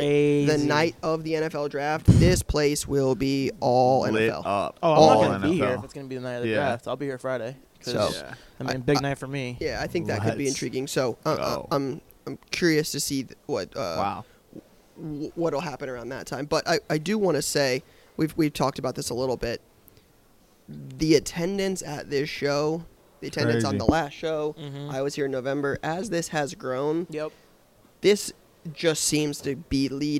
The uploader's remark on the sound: Live From The Dallas Card Show